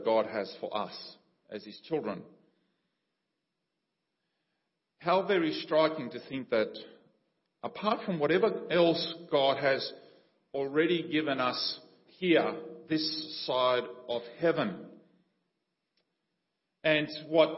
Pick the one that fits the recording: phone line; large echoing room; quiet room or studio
large echoing room